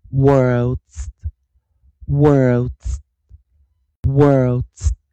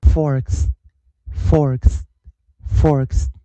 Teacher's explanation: o r 的前方如果是 w 的时候，o r 它就是念长儿音了 · Shown in: first take